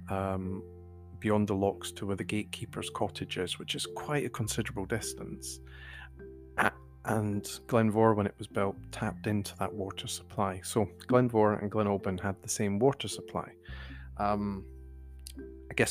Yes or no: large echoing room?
no